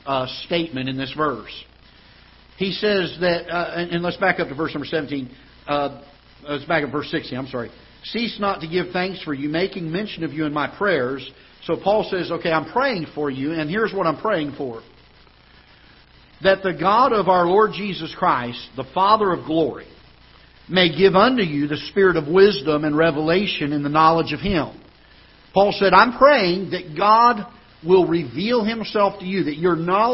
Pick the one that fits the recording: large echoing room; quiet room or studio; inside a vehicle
large echoing room